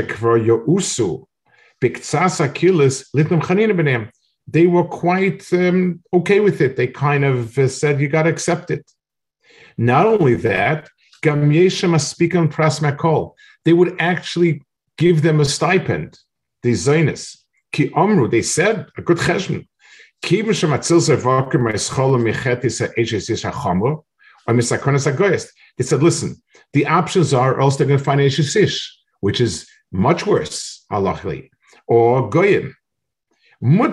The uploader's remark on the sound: This shiur take place over Zoom on Motzei Shabbos.